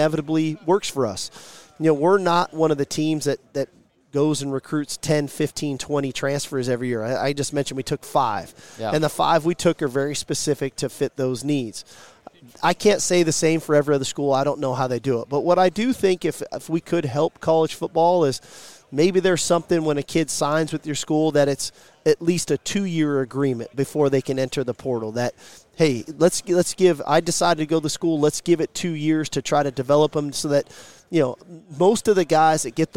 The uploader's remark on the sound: live from Big 12 Media Days at AT&T Stadium in Arlington, TX.